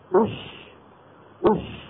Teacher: فلما قلت أش الشين الساكنة هذه خرجت بالتصادم